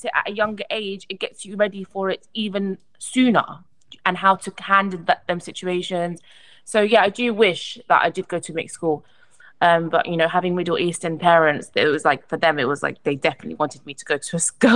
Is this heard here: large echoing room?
no